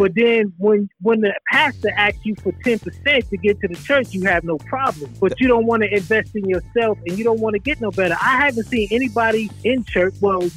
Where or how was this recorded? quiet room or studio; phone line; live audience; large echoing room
phone line